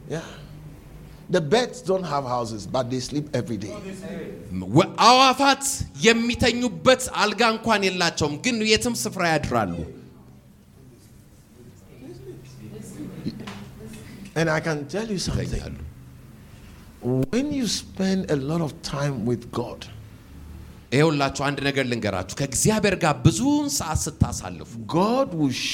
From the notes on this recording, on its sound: preached at the Mekadesh Church International in Addiss Ababa